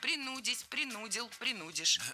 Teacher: Не принудить, а принудить. Ударение ставим на второй слог, на корень слова. И во всех формах его сохраняем.